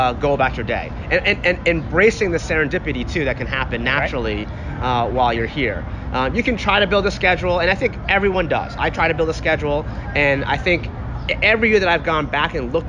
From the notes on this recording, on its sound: recorded at South by Southwest in Austin, Texas